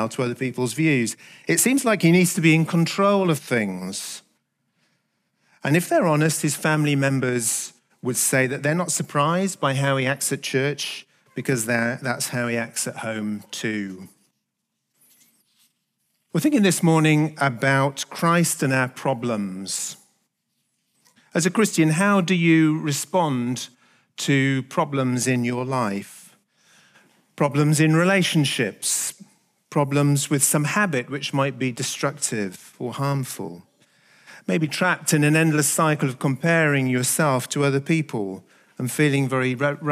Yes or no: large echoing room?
yes